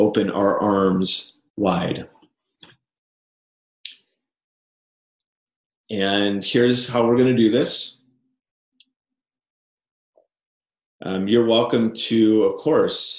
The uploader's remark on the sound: Recording of Zoom Meeting.